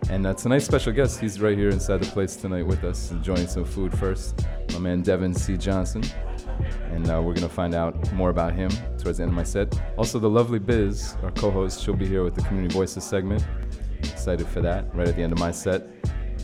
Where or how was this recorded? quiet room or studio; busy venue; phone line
busy venue